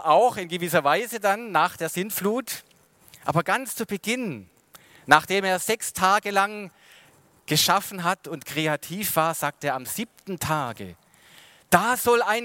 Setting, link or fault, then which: setting, large echoing room